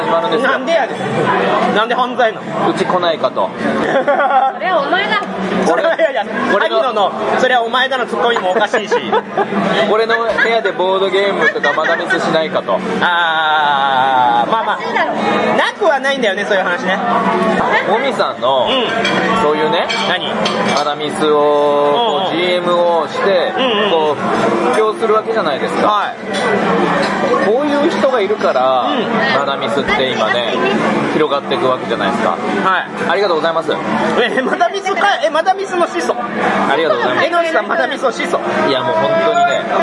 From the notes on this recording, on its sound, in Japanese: 店内収録のため、騒音雑音が激しく入っております。